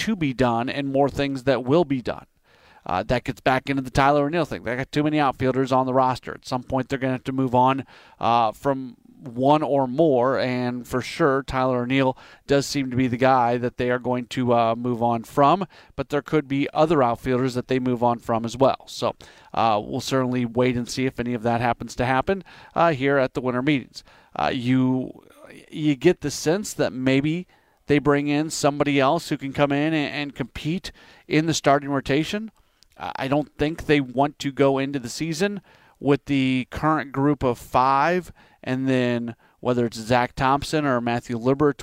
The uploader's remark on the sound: broadcasts live from the MLB Winter Meetings in Nashville